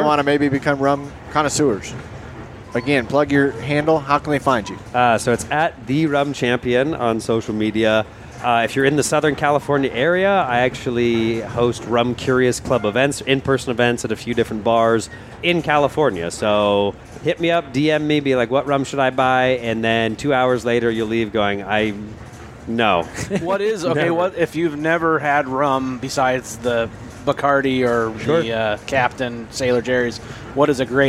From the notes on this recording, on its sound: Recorded on a Train Full of Creators. Aboard the Sugar Express.